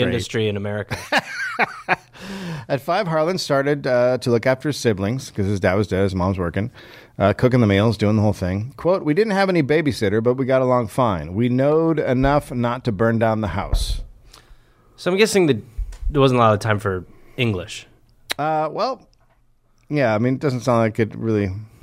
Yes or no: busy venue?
no